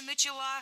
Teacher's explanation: Опять же, переносим ударение на окончание.